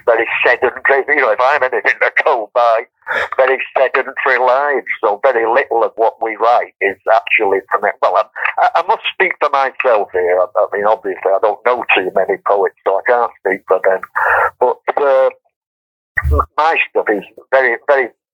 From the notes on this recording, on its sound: joined us over the phone